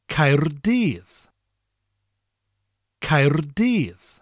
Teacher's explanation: Spelled C-A-E-R-D-Y-D-D. The first syllable ends with a rolling R, Caer, and the double D at the end of the second syllable gives us a th sound, dydd.